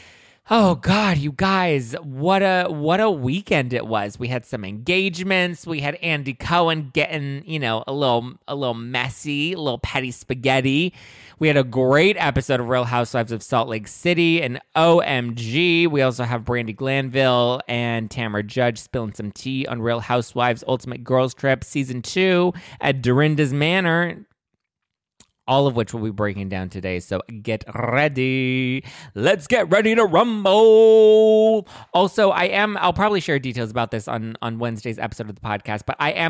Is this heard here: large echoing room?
no